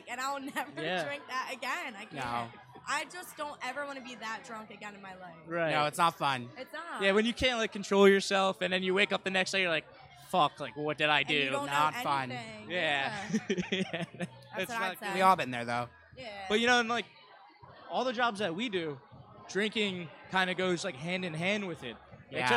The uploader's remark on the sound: an episode shot live from Tradesman's in Philadelphia